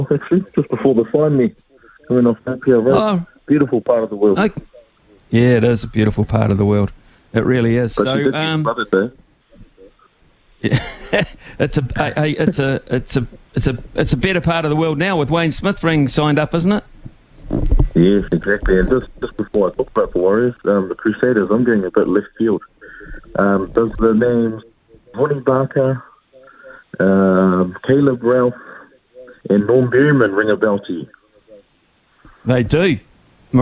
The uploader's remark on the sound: We've thrown the phonelines open